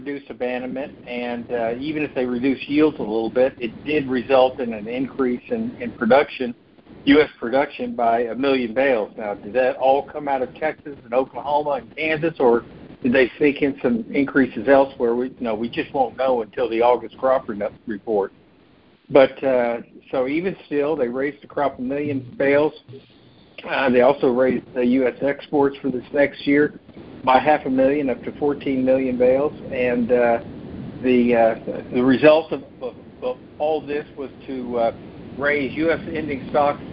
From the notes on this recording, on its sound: Monthly Cotton Conference Call